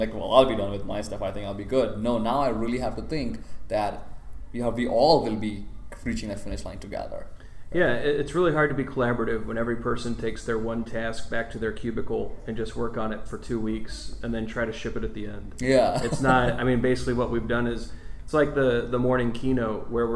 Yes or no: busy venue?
yes